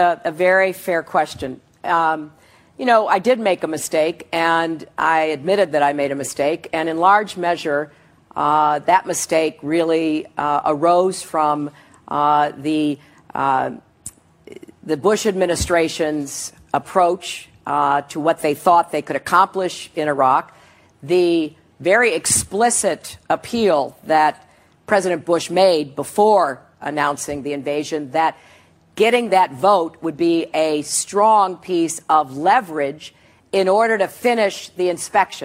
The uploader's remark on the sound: a CNN Democratic town hall in Des Moines, Iowa